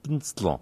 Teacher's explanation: Die Vokalen verschwinden, die werden eliminiert, die werden weggesprochen.